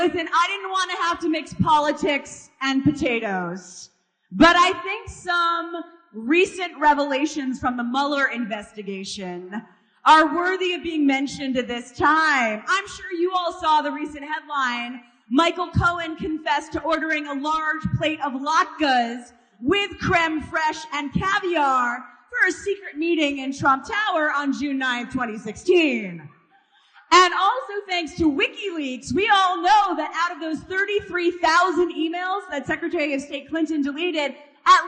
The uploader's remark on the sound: first heard on December 7, 2018 at Isaiah's Hanukkah Shabbat service